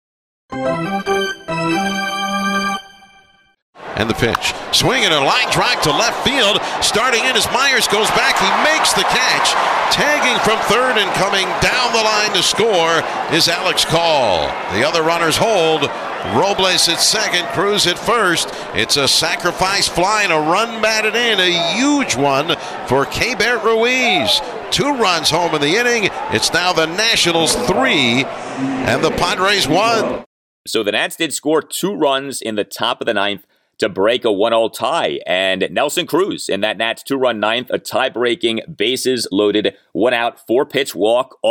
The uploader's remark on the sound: The Nats held on 3-1 in San Diego. Live from Petco Park.